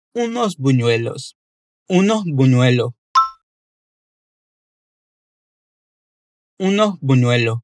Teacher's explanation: Ainda que a frase esteja no plural, unos buñuelos, isso pode ocorrer muito na fala informal do dia a dia, em que algumas palavras são faladas de forma tão suave e tão natural que esse S no final acaba quase não sendo pronunciado